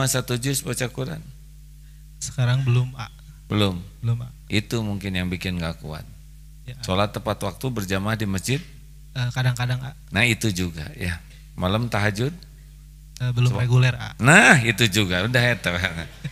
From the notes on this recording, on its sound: LIVE dari Masjid Daarut Tauhiid Bandung